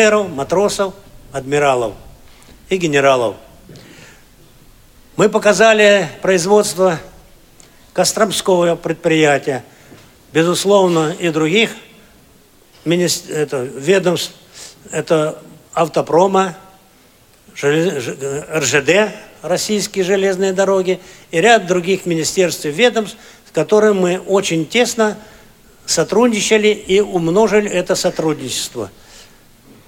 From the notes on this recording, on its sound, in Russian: III Всероссийский образовательный реабилитационный форум ВОС «Крымская осень 2017». Аудиозапись торжественной церемонии открытия форума.